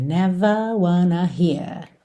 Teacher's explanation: Mas quando a gente está em letra de música, é bem comum também não enrolar esses R's com o objetivo de manter a nota mais estável